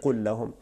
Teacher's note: اس کو متماثل لین کہتے ہیں، دو مثل آ گئے، دو حروف ایک جیسے آ گئے، یہاں پہ ادغام کر دیا، پہلے لام کو ہم نے حذف کر دیا، دوسرے پہ تشدید بالکل لگا دی ہے